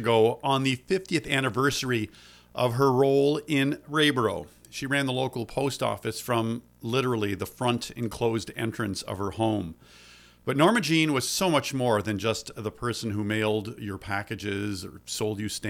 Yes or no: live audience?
no